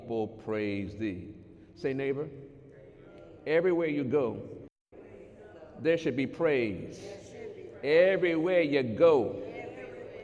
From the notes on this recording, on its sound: During Sunday morning service on February 17, 2019